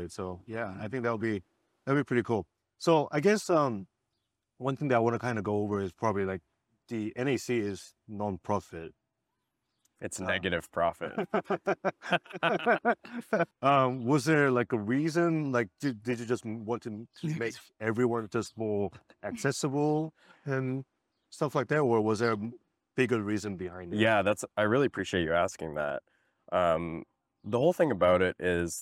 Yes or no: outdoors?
yes